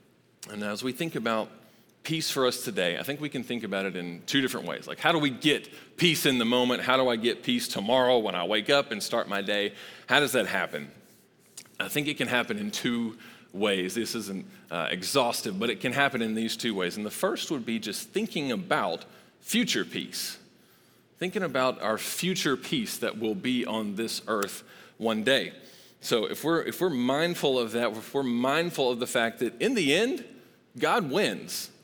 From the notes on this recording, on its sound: Recorded live at Long Hollow Church on December 13, 2022.